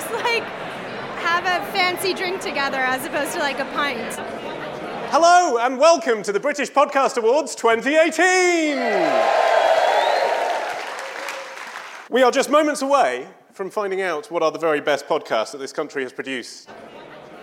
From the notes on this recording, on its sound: Were live at Saturday's British Podcast Awards in London, talking to the winners and audio industry execs.